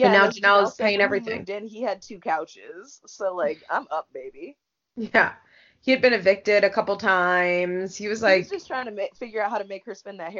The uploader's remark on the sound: Please excuse the not-amazing sound quality. Had extreme technical difficulties and had to improvise.